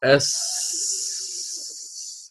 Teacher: نأخذ السين مثلا، هذا الصوت صوت الصفير الذي يكون معنا والذي فيه همس